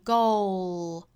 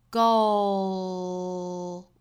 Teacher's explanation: 这个元音发到结尾之后呢，我们用舌尖去抵一下上齿音，摆出这个舌侧音的舌位